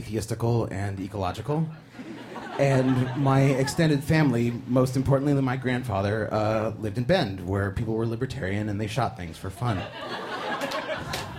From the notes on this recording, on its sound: A live story told onstage